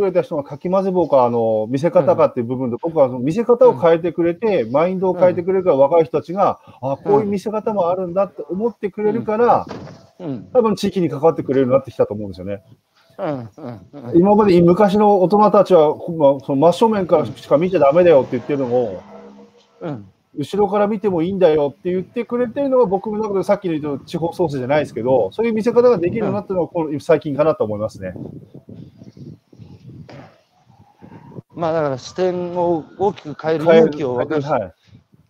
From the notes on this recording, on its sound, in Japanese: 歩きながら1時間、対談する